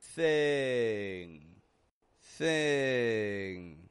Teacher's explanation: Having the tongue high in the back for the I, and then the middle of the tongue just moves back and touches that soft palate, the squishy spot in the back of your mouth.